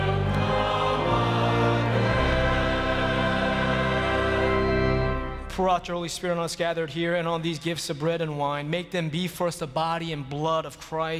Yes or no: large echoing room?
yes